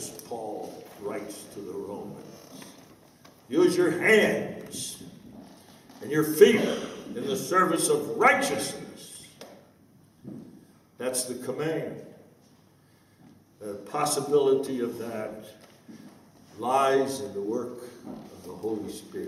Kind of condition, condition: setting, live audience